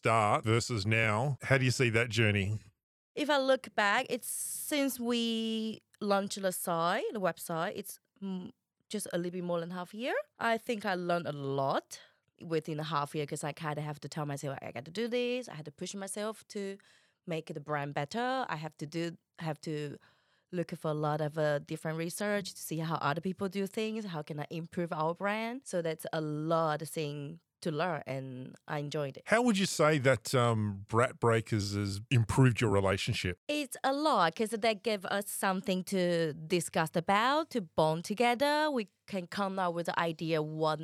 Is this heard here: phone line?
no